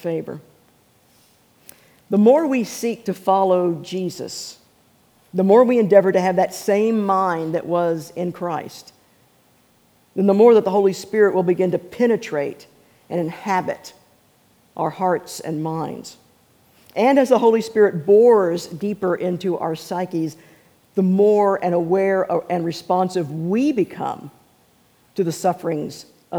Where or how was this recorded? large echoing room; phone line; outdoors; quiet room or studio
large echoing room